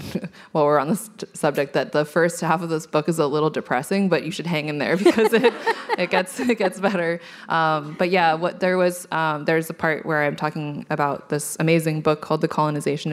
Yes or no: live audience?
yes